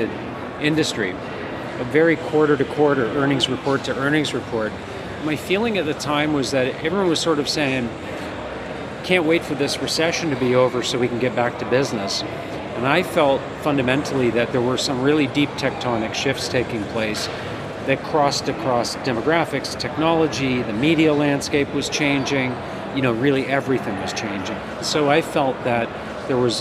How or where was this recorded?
outdoors